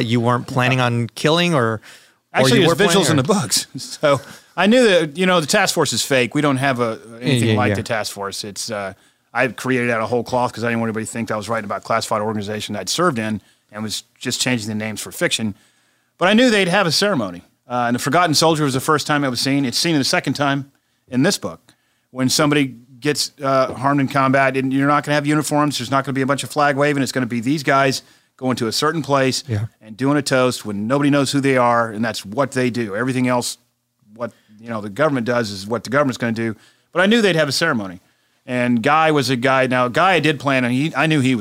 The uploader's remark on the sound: Live from Murder by the Book. Recently stopped by Houston to talk about his new novel. We taped the conversation before a live audience at Murder by the Book, and we even got some audience participation.